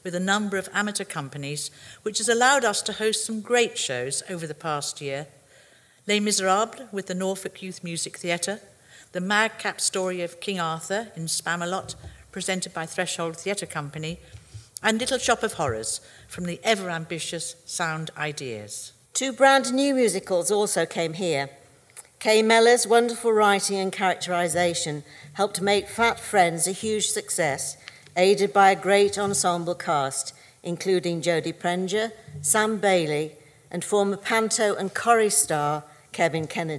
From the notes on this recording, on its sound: Recorded live at this year’s Centre Stage event. Norwich Theatre Royal.